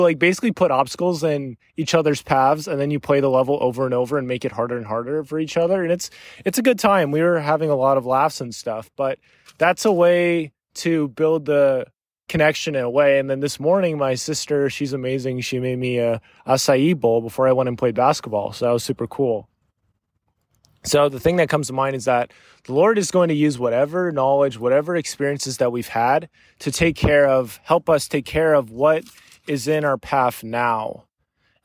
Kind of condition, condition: setting, outdoors